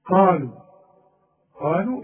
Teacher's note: القاف من اعلى حروف التفخيم وبعدها الف، والالف من الايه المدود الطبيعيه قالوا، واللام برضو جت لك بعدها واو.